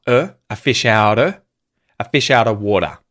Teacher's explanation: So, there's a vowel either side of that T, a fish outer, outer, outer, instead of out of. Of loses the V sound, the F in the spelling, and just becomes another schwa